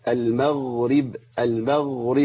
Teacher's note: الغين ساكنه صح، لابد من جريان صوت فيها